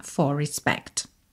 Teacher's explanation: a gente vai ter um R enrolado porque eu estou juntando for em respect, né? Respect começa com R, não tem como não enrolar, tá?